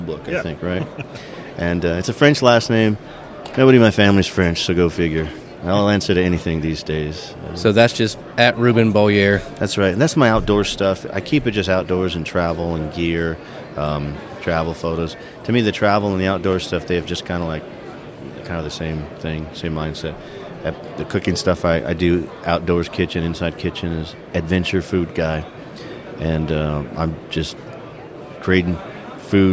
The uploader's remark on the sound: Please excuse the background noise. Recorded Live in our booth at SHOT Show 2022.